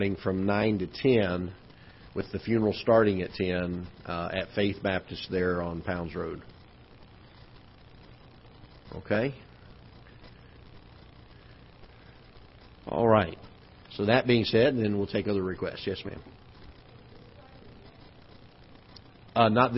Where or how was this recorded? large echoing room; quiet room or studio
large echoing room